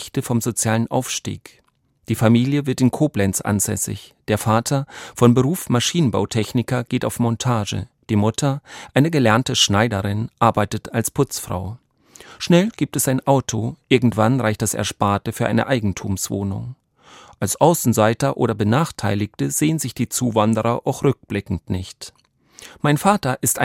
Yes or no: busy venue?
no